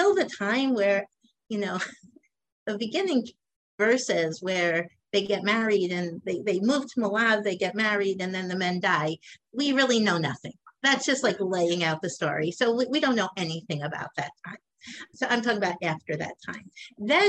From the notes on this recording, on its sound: a live online conversation and Q&A